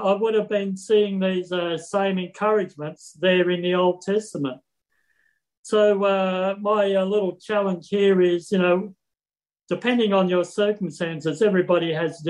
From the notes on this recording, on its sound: Talk 2 from the Wednesday United zoom meeting on 17 November 2021.